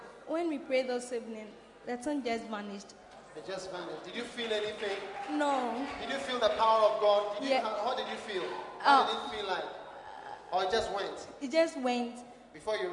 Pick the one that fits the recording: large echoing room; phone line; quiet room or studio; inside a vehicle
large echoing room